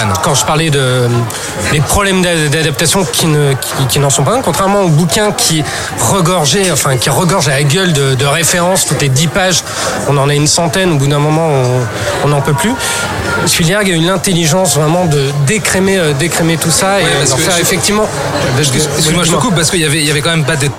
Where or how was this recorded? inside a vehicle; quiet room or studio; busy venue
busy venue